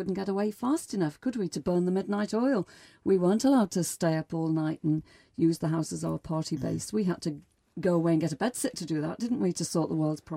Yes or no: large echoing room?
no